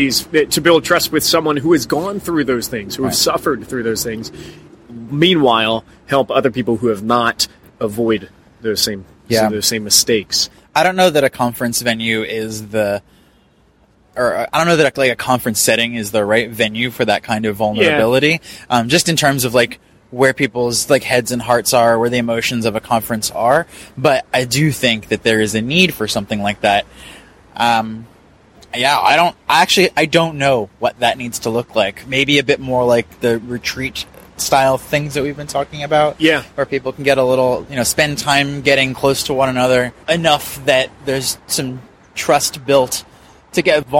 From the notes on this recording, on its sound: Live from the Coworking Europe Conference. Recorded live at the Coworking Europe conference which we attended in beautiful Lisbon, Portugal.